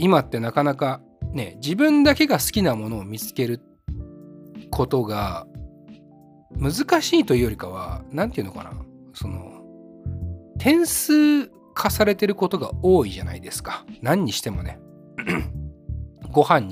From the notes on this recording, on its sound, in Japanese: 今回は彼とラーメンを食べに行く道中、ドライブでの会話を収録しました。